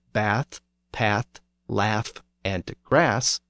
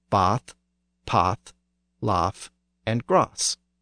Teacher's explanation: During the 1700s in the south of England, the flat a sound in words like bath, path, laugh, and grass shifted to an ah sound · Shown in: second take · and became bath, path, laugh, and grass.